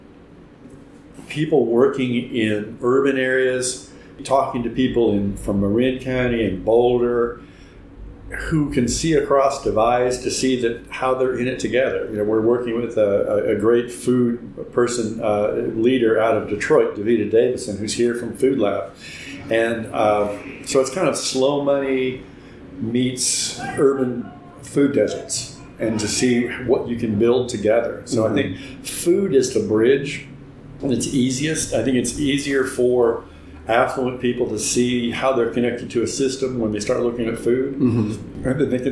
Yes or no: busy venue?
yes